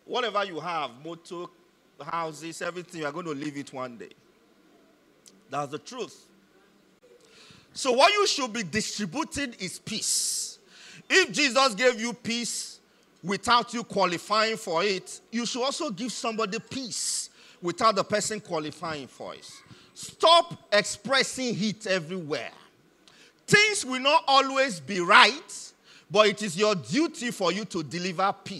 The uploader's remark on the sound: Message delivered during the 2023 Christmas Carol service.